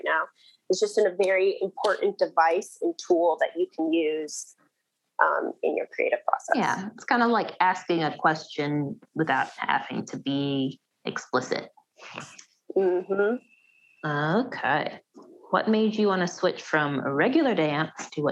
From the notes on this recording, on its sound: we were asked to come in (Zoom-style)